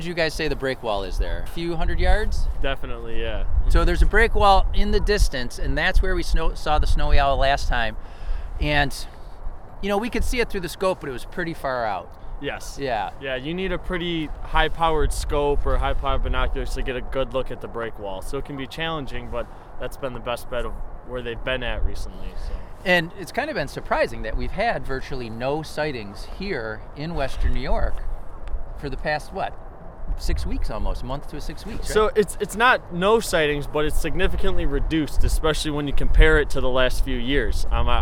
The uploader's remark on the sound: This episode was recorded on February 1, 2021 in Buffalo, NY at the Erie Basin Marina (part 1) and Tifft Nature Preserve (part 2).